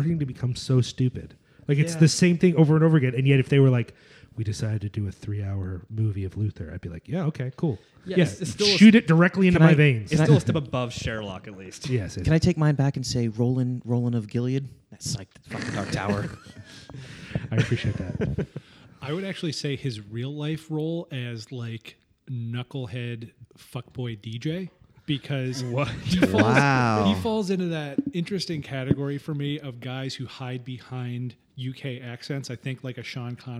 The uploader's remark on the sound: We decided to have a giant recording party! We invited basically everyone we knew.